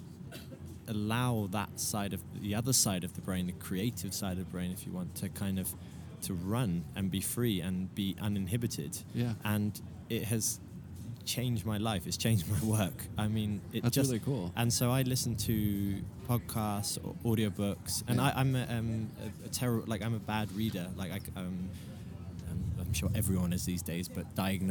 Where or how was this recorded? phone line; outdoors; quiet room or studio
outdoors